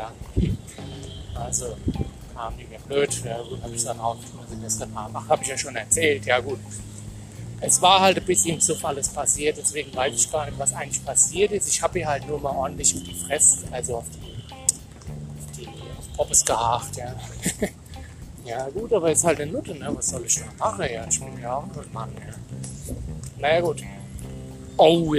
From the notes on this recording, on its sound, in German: Heute wieder live vom Ballermann in Budapest am Vierwaldstätter See.